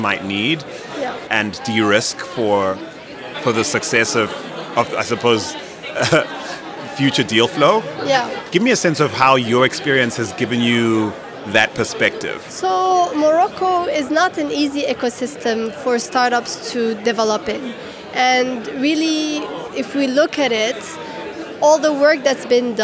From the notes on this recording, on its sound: Live conversations from the GITEX AFRICA Morocco tech startup showcase. This month's special #APSVibecheck Podcast episode features live conversations from the GITEX AFRICA Morocco tech startup showcase.